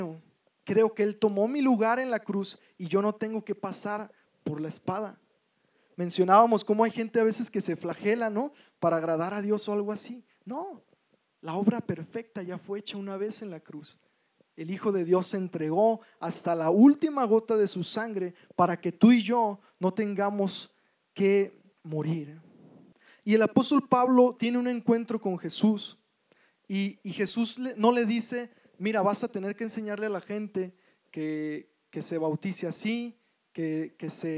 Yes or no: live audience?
yes